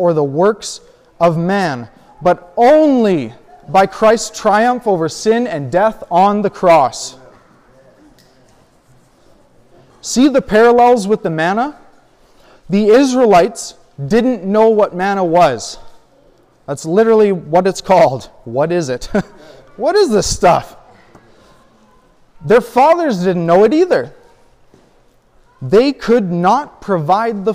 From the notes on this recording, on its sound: A sermon I recently preached at a gathering a few hours from my home. I was asked to come and guest preach.